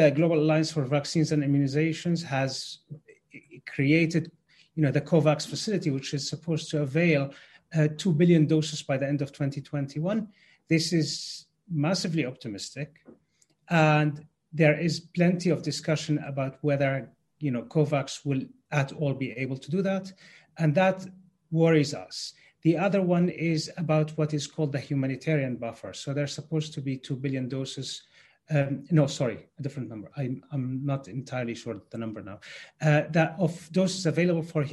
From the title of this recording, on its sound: Webinar recording